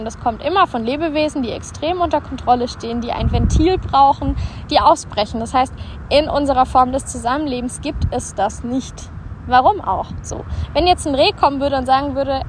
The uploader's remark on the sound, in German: Live aus der Natur.